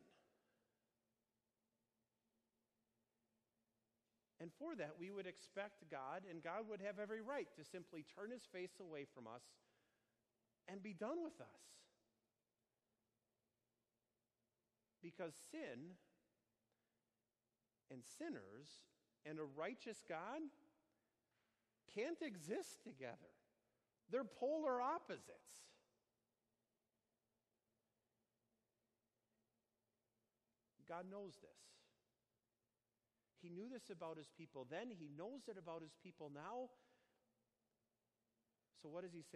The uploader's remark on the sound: Sermon delivered on Sunday, June 16, 2019, on Holy Trinity Sunday at Our Savior Lutheran Church in Birmingham, AL.